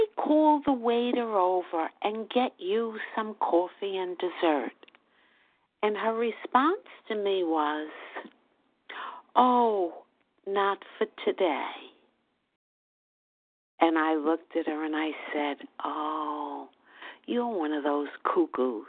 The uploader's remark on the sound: the 100 Pounders Phone Meeting, 10/19/23